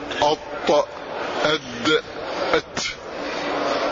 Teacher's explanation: الطاء والدال والتاء مخرجها واحد وهو من رأس اللسان حينما يصطدم بأصول الثنايا العليا